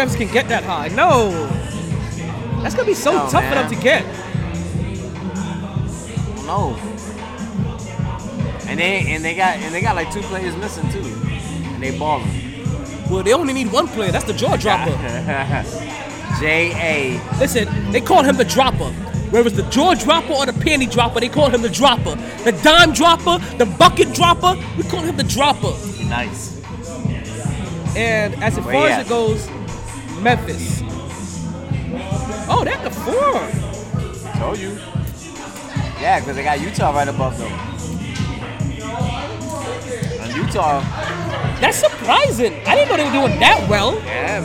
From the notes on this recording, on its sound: Live From The New & Improved Sharkeys